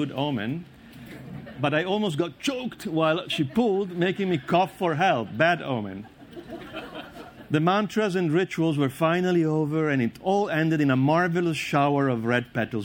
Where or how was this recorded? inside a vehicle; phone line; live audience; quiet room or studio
live audience